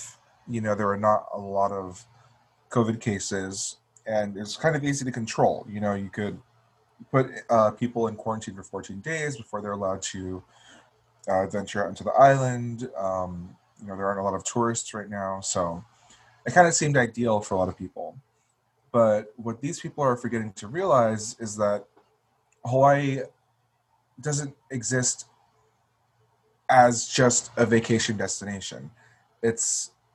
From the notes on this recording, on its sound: via zoom